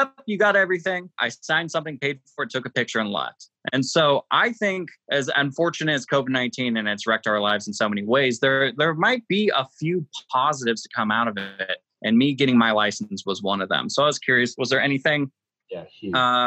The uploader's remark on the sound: Hopefully, this will be our last ZOOM edition of Inside Froggy 92.